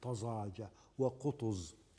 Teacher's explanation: وتتضخم الزاي باتساع التجويف الفموي إذا جاورتها الطاء في كلمات نادرة مثل طزاجة وقطز هذا القائد. · Term: الزاي المفخمة